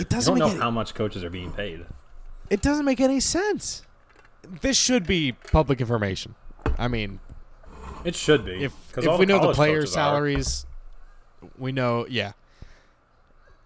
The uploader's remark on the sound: We recorded this during the Phillies game and we have some live reactions. Skype stopped recording 1 minute and 12 seconds.